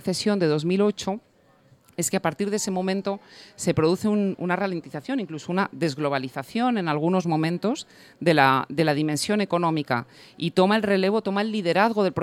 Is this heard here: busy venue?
yes